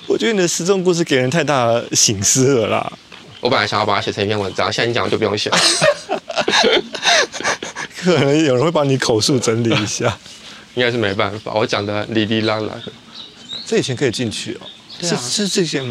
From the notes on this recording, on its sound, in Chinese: 這一集是戶外，地點是瑞芳和九份。在風光明媚的山路裡邊走邊聊。節目中能聽到收錄進來的環境音，有風聲、水聲、鳥叫聲和觀光客的腳步及說話聲。